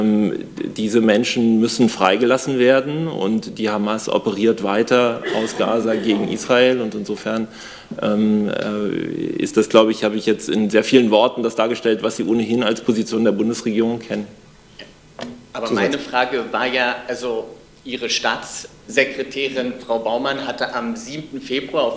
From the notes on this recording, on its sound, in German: BPK-Mitschnitt 14.02.2024